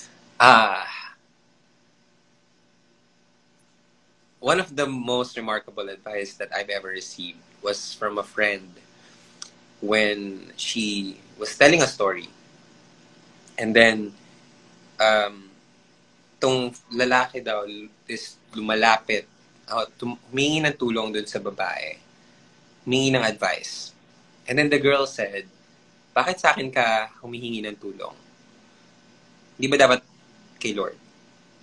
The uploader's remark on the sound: IG Live Interview.